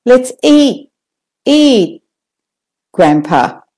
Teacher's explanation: you can also hear where the comma is, my intonation goes up and down.